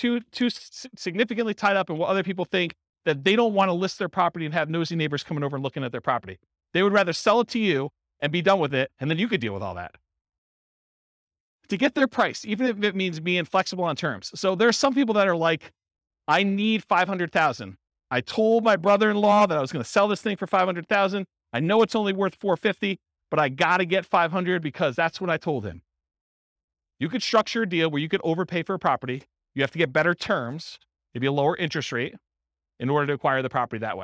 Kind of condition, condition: setting, live audience